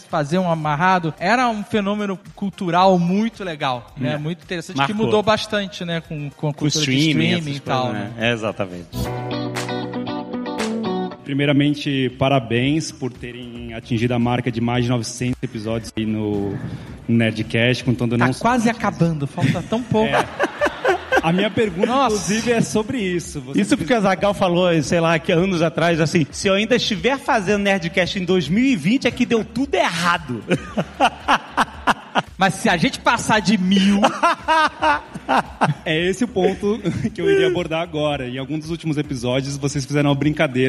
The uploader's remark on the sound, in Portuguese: Ao vivo no Spotify Podcast Festival